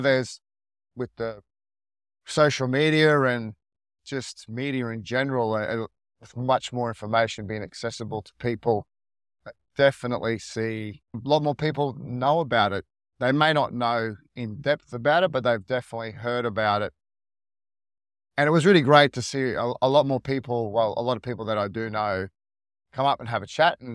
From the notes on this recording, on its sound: For this episode I am actually recording in my car on the drive to work.